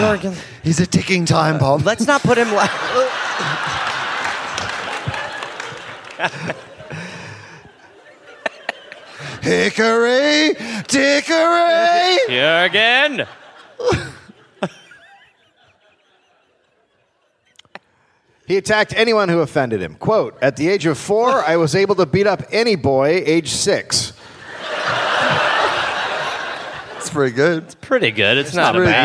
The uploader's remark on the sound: Live in Brisbane